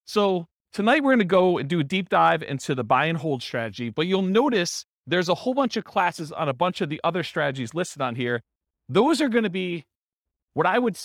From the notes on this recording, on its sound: This was a live class recorded